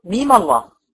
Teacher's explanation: احرك الميم الساكنه بالفتح واوصلها بلفظ الجلال، واحركها حركتين بس، ميم الله، يا اما احركها بالفتح ومديها ست حركات واوصلها بلفظ الجلال.